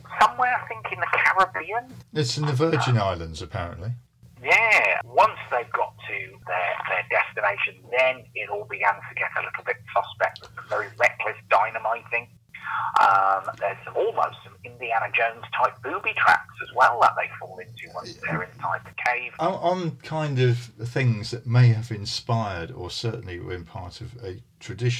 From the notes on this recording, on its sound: Phone in edition. The phone-in programme.